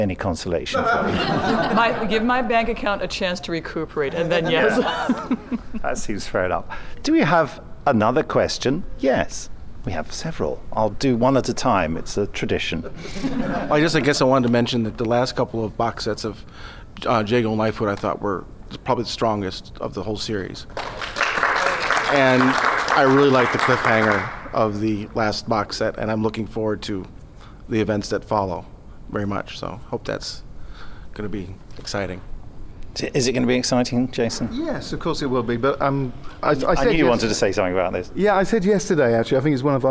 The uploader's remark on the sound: Chicago TARDIS 2015 Part 2. The Big Finish Podcast continues, live from Chicago TARDIS 2015!